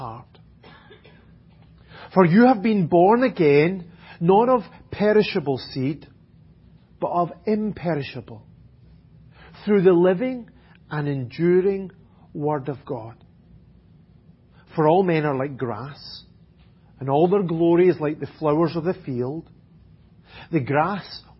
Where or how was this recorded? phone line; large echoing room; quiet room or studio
large echoing room